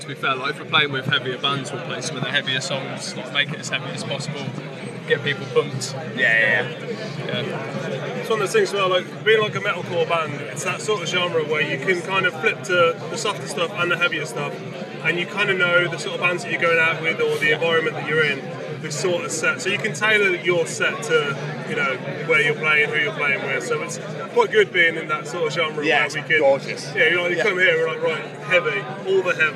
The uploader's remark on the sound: From our 'Live from Bloodstock 2023' series.